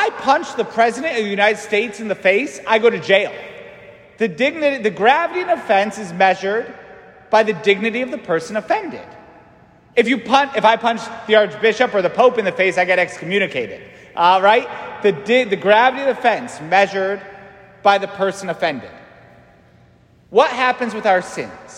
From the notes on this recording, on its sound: St Francis Catholic parish homily